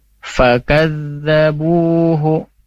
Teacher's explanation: makhraj atau tempat keluarnya huruf fa itu bibir bawah ketemu dengan gigi seri atas. Fakadzabuhu za ya, yang ada titiknya.